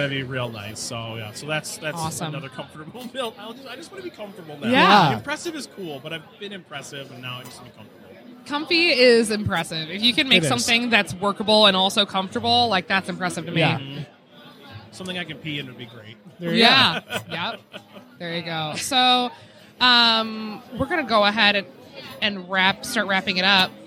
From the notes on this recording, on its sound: live on the con floor at Astronomicon